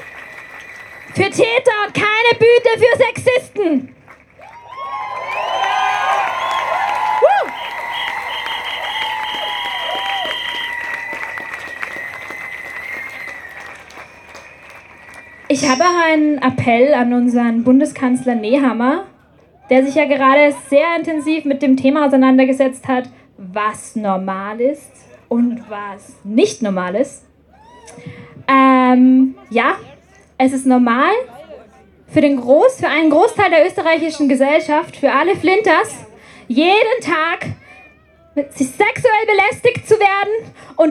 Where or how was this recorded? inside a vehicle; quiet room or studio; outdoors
outdoors